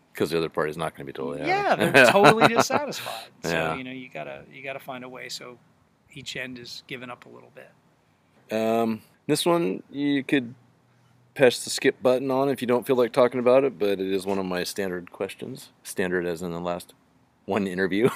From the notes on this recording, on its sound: This episode was recorded in Humboldt County during the Social DIstancing Mandate in March 2020. We did meet outside but stayed 6 foot from each other at all times.